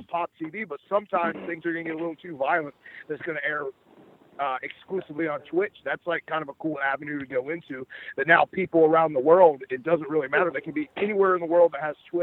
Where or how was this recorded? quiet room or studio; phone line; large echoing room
phone line